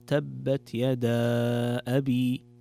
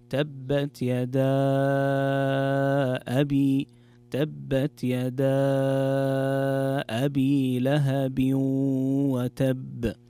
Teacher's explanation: في الآية الأولى في قوله تعالى تبت يدا أبي، هنا مد منفصل، والمد المنفصل يكون مقدار حركتين تقرأ تبت يدا أبي، أو أربع أو خمس حركات